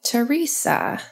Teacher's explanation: A lot of Western pronunciations tend to have the emphasis on the second syllable.